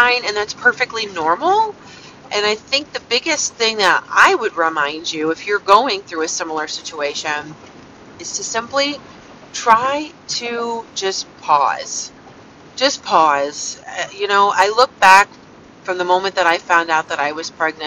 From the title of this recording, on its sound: Thoughts from the car!